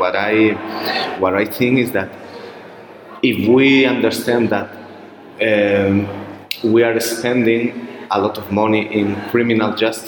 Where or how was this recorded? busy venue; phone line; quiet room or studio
busy venue